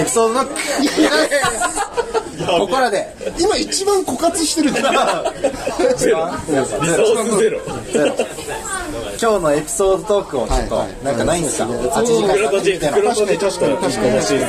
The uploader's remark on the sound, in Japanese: 上川町に新しくオープンしたKINUBARICOFFEEROASTERSのアフターパーティにてパーソナリティ３人が揃ったのでオフライン収録！ガヤガヤと賑やかな会場の様子を合わせてお聞きください。